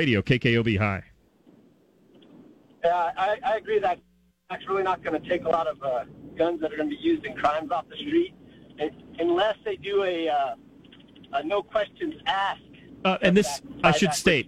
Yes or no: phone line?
yes